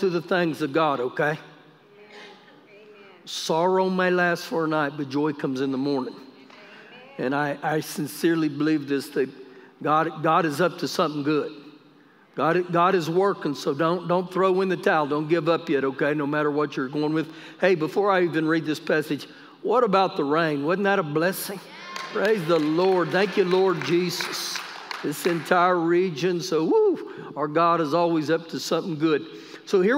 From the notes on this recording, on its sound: Recorded live during our Wednesday night service